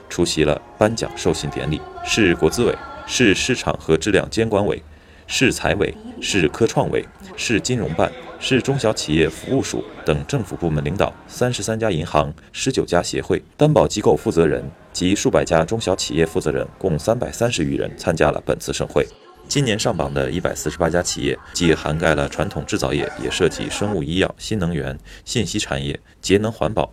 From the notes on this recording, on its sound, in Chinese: 走进深圳中小企业诚信榜揭榜仪式现场。